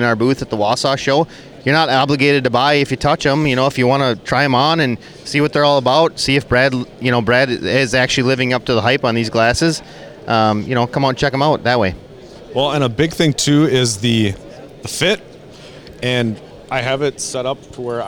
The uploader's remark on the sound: Guide Panel Live from the Minnesota Muskie Expo. This week we record live from the Minnesota Muskie Expo.